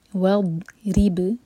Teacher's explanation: دانت پر جھٹکا نہیں ہوگا، آپ کی زبان کا سائڈ کے دانتوں میں ٹچ ہوگا اور وَضْ آواز آنی چاہیے۔ وَضْرِبْ، را کے نیچے کسرہ ہے تو را باریک، با پر قلقلہ